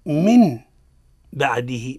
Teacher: قلب النون ساكنة ميما لأن أتى بعدها حرف الباء · Term: أقلاب